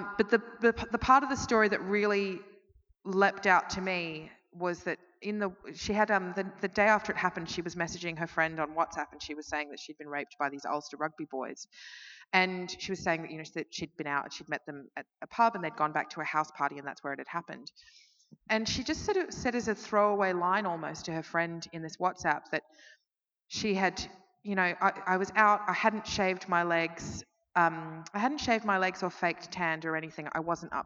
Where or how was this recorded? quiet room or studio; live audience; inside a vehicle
live audience